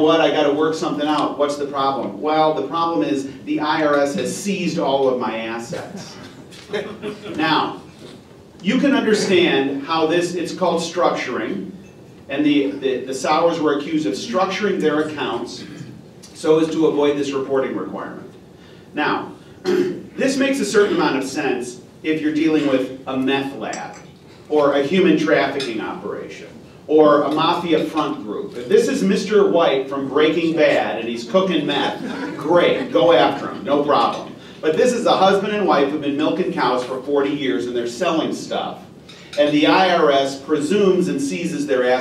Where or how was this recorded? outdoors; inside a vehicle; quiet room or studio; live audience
live audience